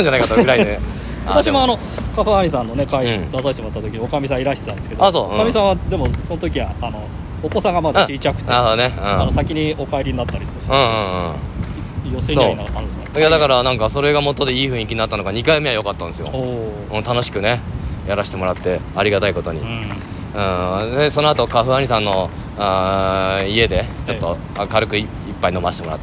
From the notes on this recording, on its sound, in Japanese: 歩き収録。From Radiotalk。